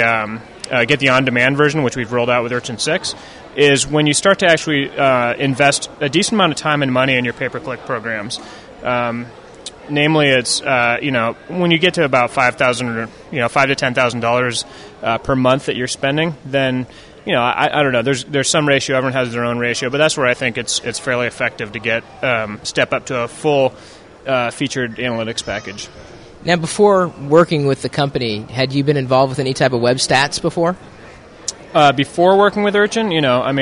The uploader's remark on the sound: Many of the booths at SES were hosted by members of the metrics tracking profession. Passing through the Hilton lobby.